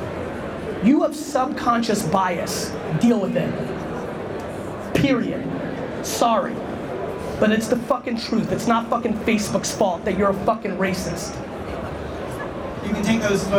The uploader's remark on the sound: A Fireside Chat With Samsung NEXT at CES 2017